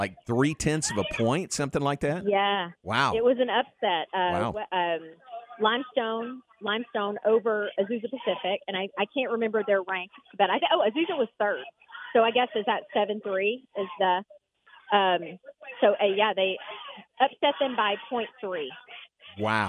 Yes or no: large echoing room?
no